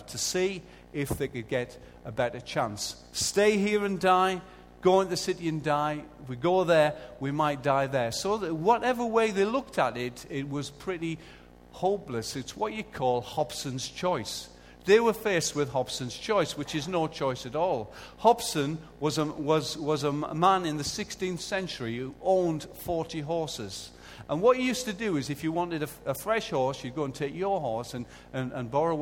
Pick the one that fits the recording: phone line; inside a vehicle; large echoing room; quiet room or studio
large echoing room